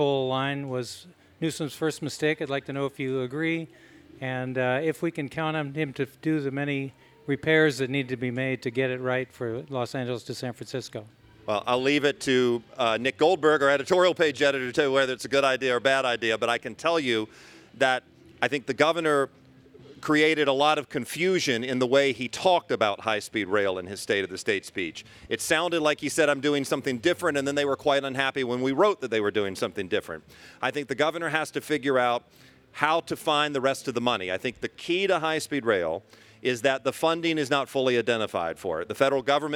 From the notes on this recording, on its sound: Live from the LA Times Festival of Books. From the stage of the Los Angeles Times Festival of Books.